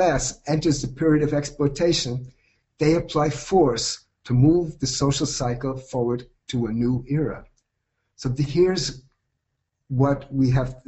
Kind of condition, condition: link, video call